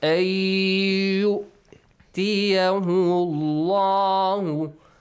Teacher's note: Fatha and Dhamma changes the sound of the letter lam to a heavy lam.